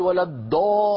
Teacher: مهما ضغط الإنسان على مقدمة لسانه مخرج الدال مهما ضغط ومهما فخم لن يخرج معه ضاد أبدا، سوف يخرج معه دال مفخمة